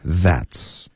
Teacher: 它不是舌尖碰上颚，而是碰上齿